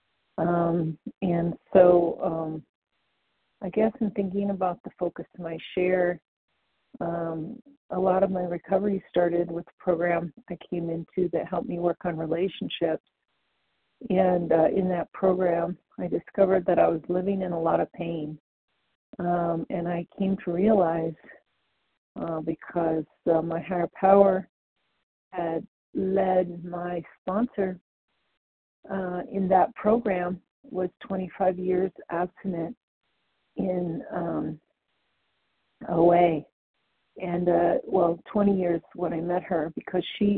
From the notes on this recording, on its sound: The 100 Pounders Phone Meeting.